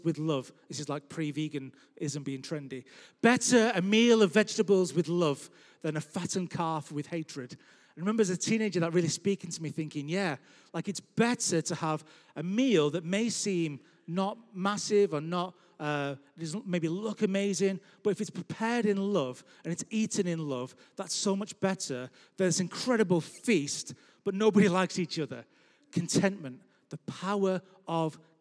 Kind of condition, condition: setting, large echoing room